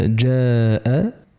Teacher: أما إذا قلنا جاء فهنا الألف مرققة تبعا لحرف الجيم الذي هو حرف استفال، فلا يلزم من ذلك تفخيمها.